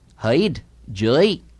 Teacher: Now, the lilt is especially evident on diphthongs such as I or oi, hide, joy, where the second stage of the diphthong finishes up at a higher pitch than the first